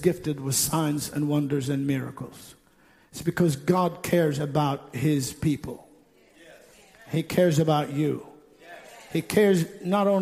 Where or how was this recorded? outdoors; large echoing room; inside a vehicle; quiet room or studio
large echoing room